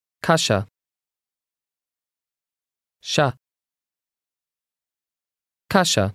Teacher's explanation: the letter I changes the sound of the s to sh